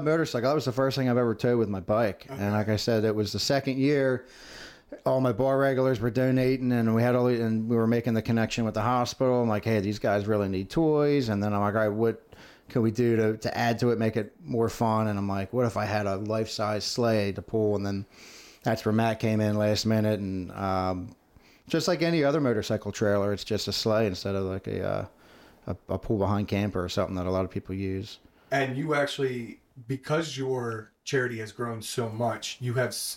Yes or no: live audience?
no